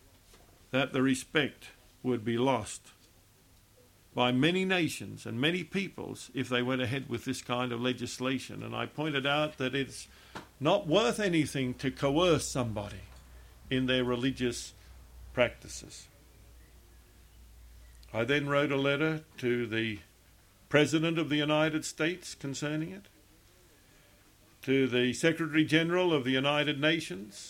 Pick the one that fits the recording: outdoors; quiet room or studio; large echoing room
large echoing room